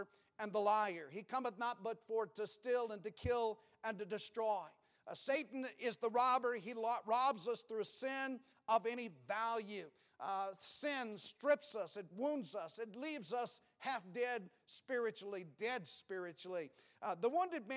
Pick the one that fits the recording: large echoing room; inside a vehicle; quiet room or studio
large echoing room